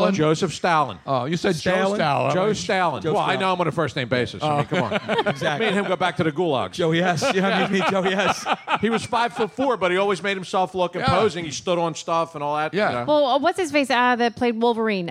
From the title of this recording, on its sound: Live from MOONSHINE